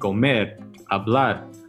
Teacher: accent is on the last syllable · Term: stress